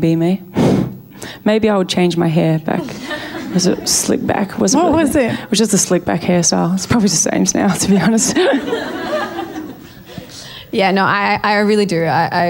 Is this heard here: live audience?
yes